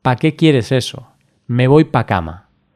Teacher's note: en lugar de pronunciar para, pronunciamos pa como si la sílaba final no existiese. Esta pronunciación la hacemos en ambientes informales o coloquiales.